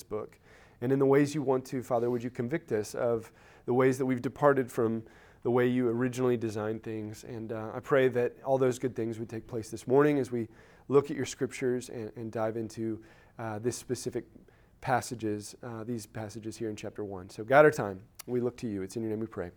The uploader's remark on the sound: Recorded at Emmaus Church in Buford, GA on Wednesday, Oct 5, 2022.